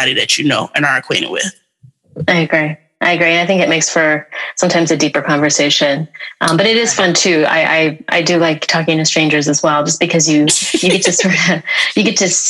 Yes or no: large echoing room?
no